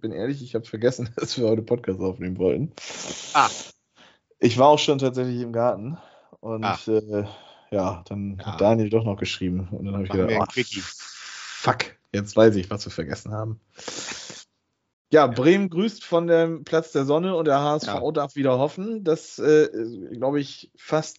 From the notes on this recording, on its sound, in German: Aufgezeichnet am 29.04.2022 via Skype